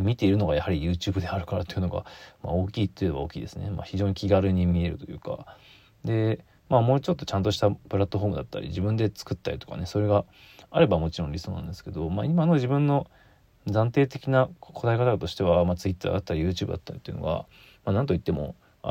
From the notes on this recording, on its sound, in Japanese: ボイスメモです。